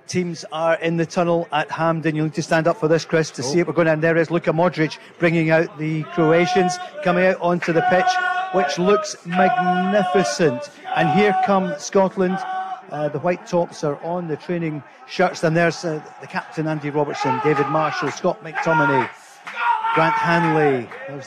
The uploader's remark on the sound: Live from The Radisson Red in Glasgow.